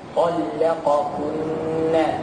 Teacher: الحرص على تدقيق اللام لأنها بين مفخمين بين الطاء واللام والكاف.